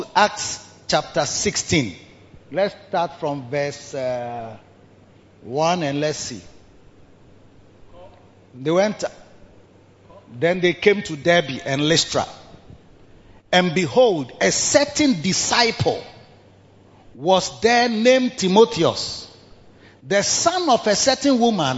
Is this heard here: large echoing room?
yes